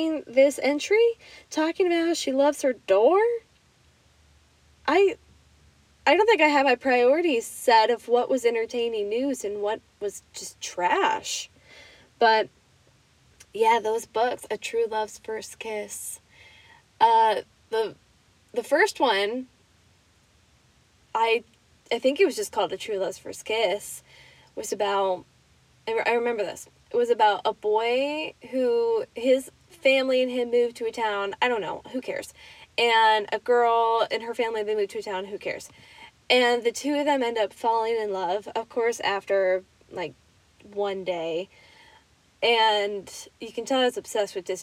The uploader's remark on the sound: Reading to you from my car because we are all working from home and I need a nice place to yell my stories through my microphone!